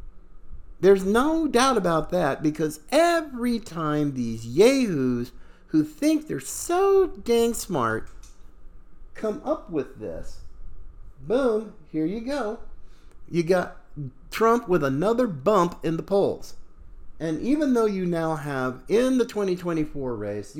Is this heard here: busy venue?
no